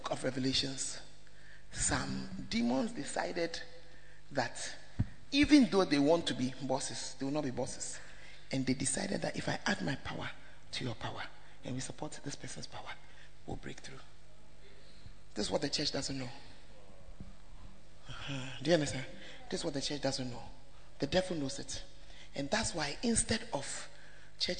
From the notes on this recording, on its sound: preached in First Love UCC